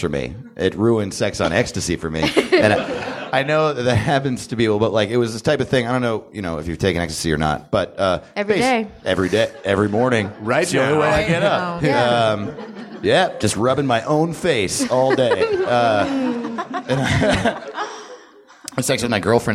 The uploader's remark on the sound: Recorded live at Nerdist Theatre.